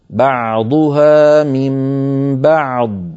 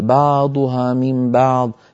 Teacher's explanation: انتبه إلى حرف العين، حرف العين في الفصيح ليس كما نعتاد نحن في العاميات، هو أعمق، يعني لابد من إرجاع لسان المزمار إلى الوراء · Shown in: first take · Term: العين الفصيحة